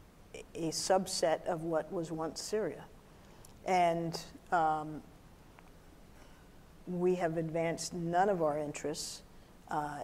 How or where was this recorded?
live audience